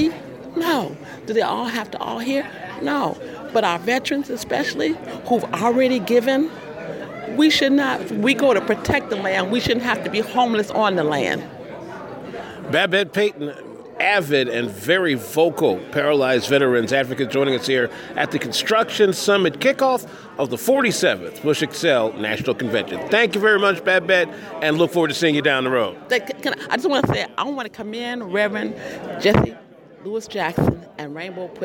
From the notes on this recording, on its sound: PUSH Convention. At the Construction Summit that kicked off the 47th Rainbow PUSH National Convention.